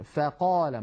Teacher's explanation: والفاء ليست من الحروف المستعلية بل هي مستفلة، فلا تفخم أبدا. لا نقول فا بل نقول فا، العرب لا تقول فا بل يرققون ويقولون فقال مثلا، فقا، لابد من ترقيق صوت الفاء.